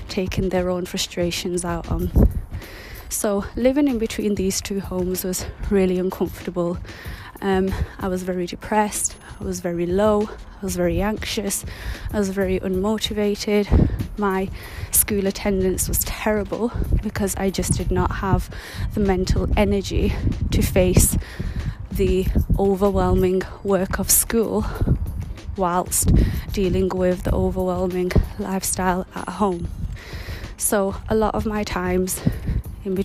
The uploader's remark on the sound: I was on my mindful 1 hour walk today so please bare with the background noises & wind